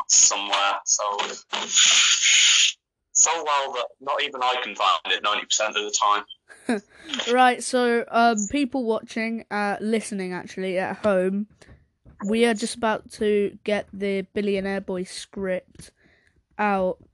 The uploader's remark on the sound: Audio was bad